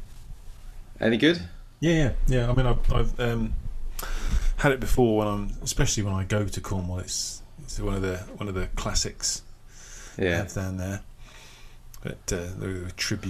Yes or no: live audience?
no